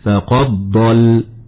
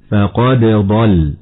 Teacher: ومن الخطأ إدغام الدال في الضاد، فنسمع بعض المبتدئين يقرأ بإدغام دال قد في الضاد بعدها لحفص عن عاصم خطأ هكذا فقد ضل، والصواب إظهار الدال عند الضاد · Shown in: second take